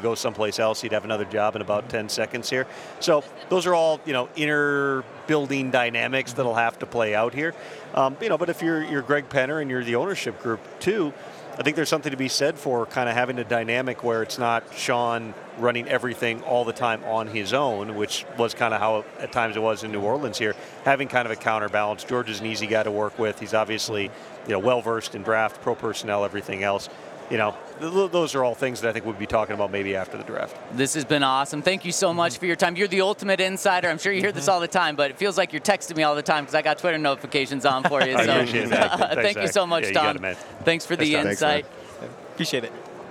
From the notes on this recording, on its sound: LIVE from Super Bowl Radio Row